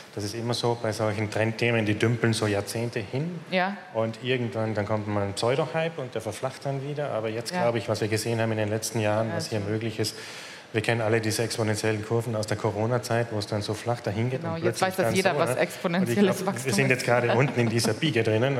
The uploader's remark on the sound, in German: live auf der Deep Dive Stage der K5 Konferenz 2023